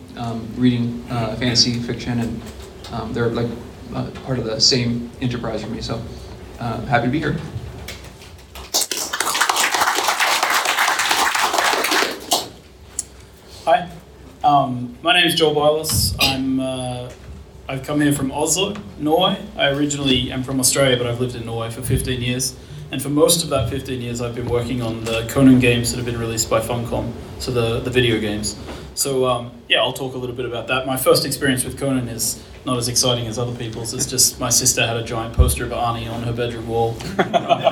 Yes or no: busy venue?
yes